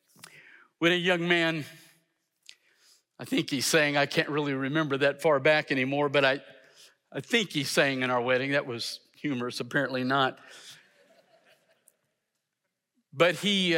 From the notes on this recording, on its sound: in #SWBTSChapel on February 7, 2023